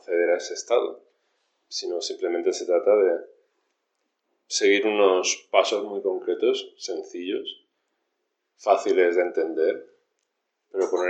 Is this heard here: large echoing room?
yes